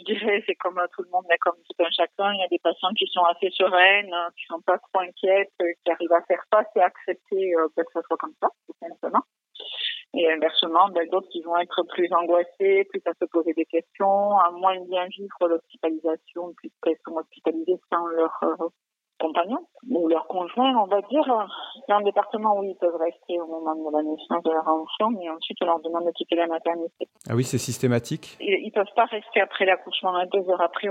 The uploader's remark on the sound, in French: Au téléphone